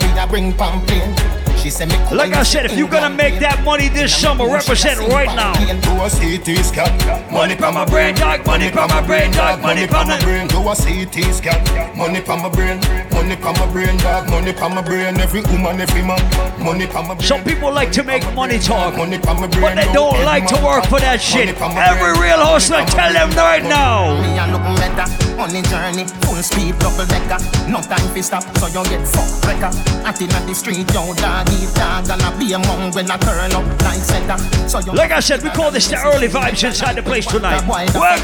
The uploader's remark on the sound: A live audio recording of my set at Island Saturdays on May 27th.